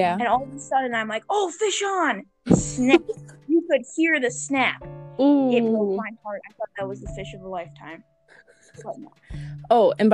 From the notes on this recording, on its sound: The audio at the end didn’t work.